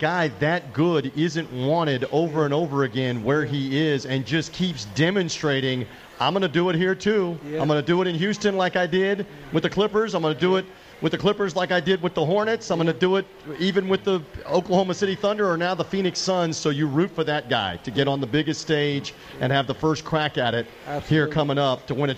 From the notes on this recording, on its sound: Live at the Cosmopolitan of the Las Vegas